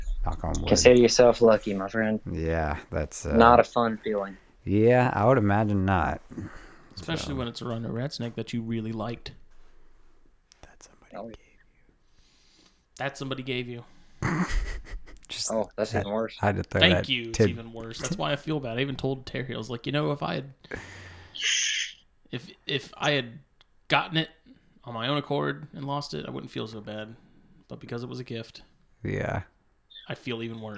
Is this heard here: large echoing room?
no